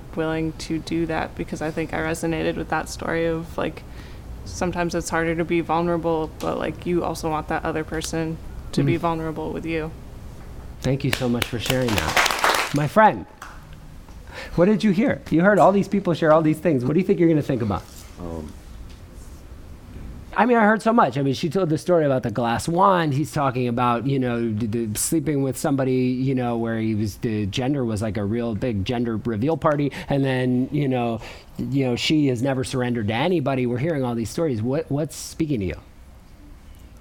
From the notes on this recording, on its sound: Recorded at the touchpoint town hall in NYC. At The Assemblage Nomad.